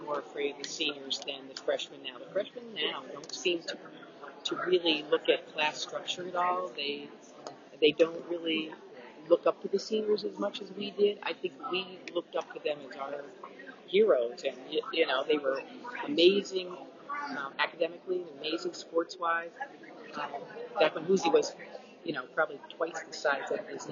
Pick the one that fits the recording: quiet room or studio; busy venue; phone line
busy venue